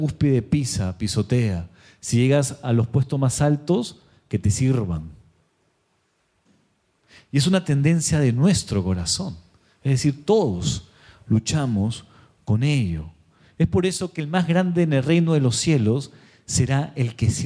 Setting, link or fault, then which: setting, live audience